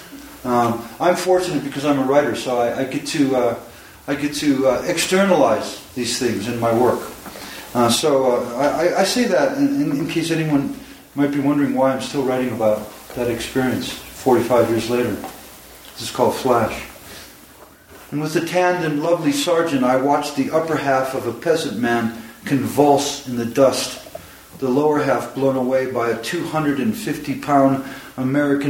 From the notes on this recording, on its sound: Recorded at the Lannan Foundation in Santa Fe, New Mexico on March 1, 2015, as part of Lannan’s Poetry Sundays. Took questions from the audience.